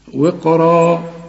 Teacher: والراء ما دام مفتوحة تبقى أعلى درجات التفخيم لأن بعدها ألف